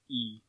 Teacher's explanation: it starts as one vowel, uh, ah, and ends as another vowel, e. · Term: diphthong